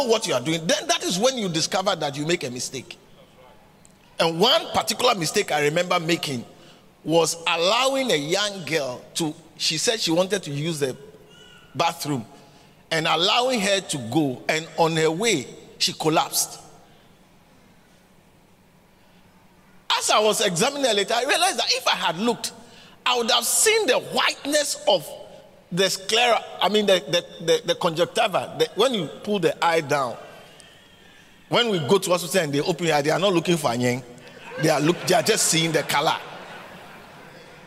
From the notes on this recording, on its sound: preached at the Catch The Annointing Centre, Sakumono